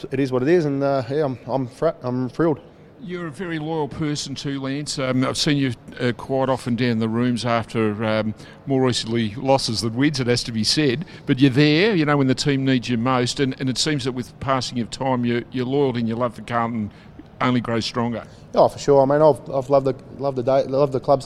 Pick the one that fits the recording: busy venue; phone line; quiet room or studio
busy venue